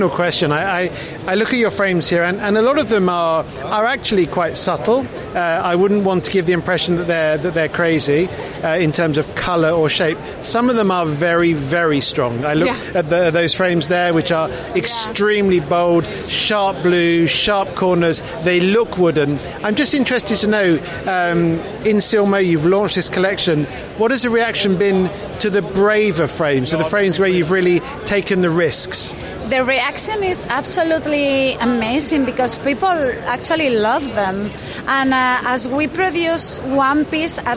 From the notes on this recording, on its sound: Episode 3 "live" from Silmo Paris 2023. He heads to the Start Up Village to hear the story behind Junk Plastic.